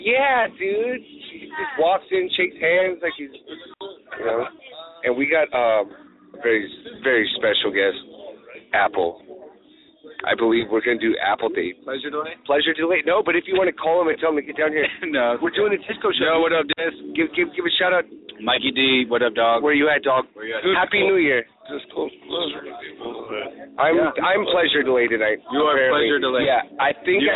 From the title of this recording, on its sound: New Year's Eve at the Old Towne Pub